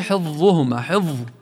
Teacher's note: يتداخل عنده حرف الهمس الفاء مع الضاء في قوله حفظهما، حفظ، لاحظ حفظهما، كأنه بده يفوت على الضاء مباشرة، والصحيح حفظهما، حفظهما، تتأنى على الفاء.